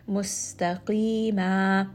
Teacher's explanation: Mad al-iwad means that anytime there is a fathatain, there are two fathas, then you are going to make this and alif mad. So this is now a two count alif mad because I have stopped here. · Term: two count mad al-iwad